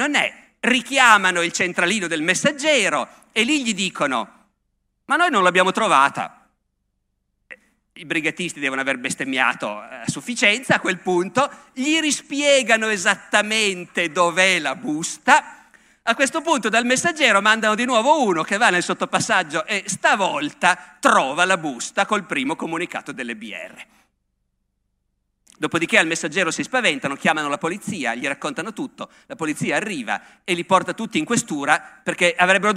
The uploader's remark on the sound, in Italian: Festival della Comunicazione, Camogli 2017.